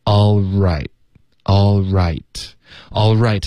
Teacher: 这个 L 的音会持续到 R 出现